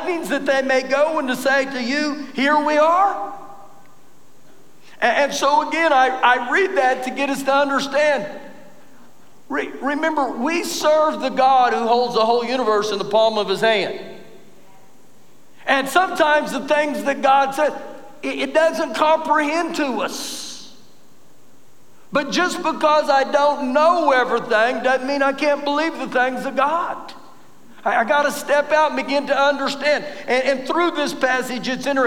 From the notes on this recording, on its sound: Recorded live during our Wednesday night service